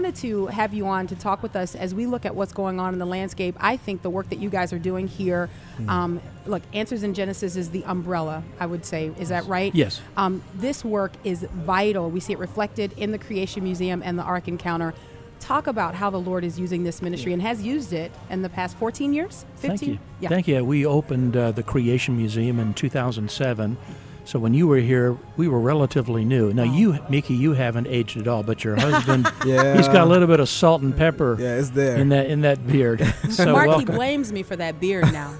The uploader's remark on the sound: LIVE from the Creation Museum